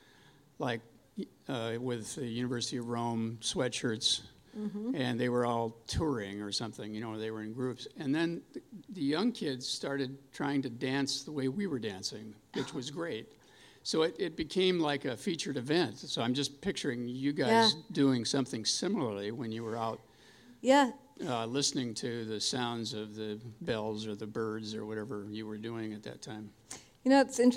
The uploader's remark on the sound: We explore the concept of synchronicity live on stage in Seattle. We also take audience questions.